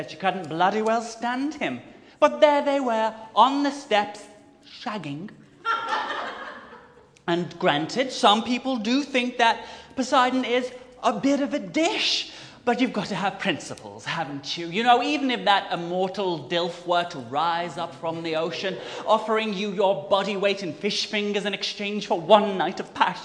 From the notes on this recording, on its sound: The audio is live and unedited so forgive the occasional slippages with the vol-au-vents, won’t you? With thanks to The Yard (London).